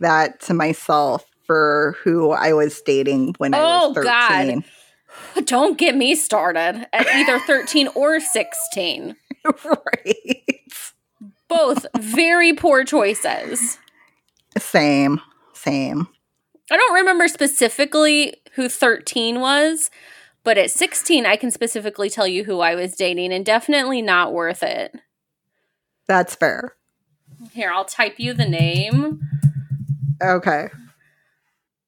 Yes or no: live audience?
no